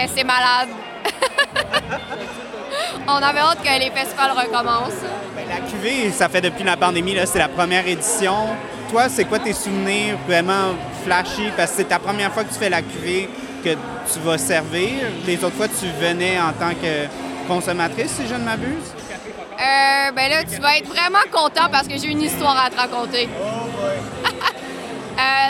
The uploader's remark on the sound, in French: En Direct de La Cuvée Édition 2023!